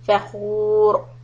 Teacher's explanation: The ra will be heavy when you put a sukoon on it.